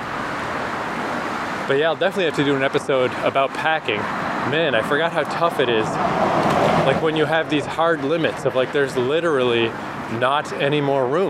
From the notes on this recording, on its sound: Walking from the Montreal airport (is not a great idea).